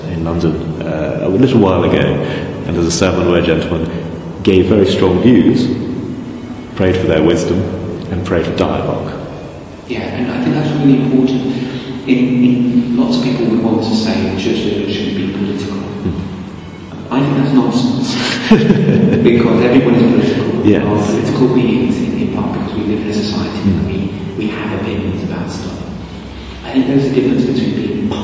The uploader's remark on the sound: At Bradford Cathedral, in an interview recorded in their Peace Chapel (there will be echoes). We can also hear some of the music from a Cathedral service. Actually we recorded it in the Chapel to the Holy Spirit ~ there is no Peace Chapel there, my mistake!